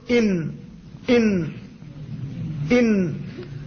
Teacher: والنون من طرفه تحت اجعلوا أي اجعلوا أنتم يا معشر القارئين، النون خارجة من طرفه أي رأس اللسان تحت، أي من أسفل رأس اللسان، فتقول إن إن إن، يستعلي اللسان عندها قليلا وتخرج هي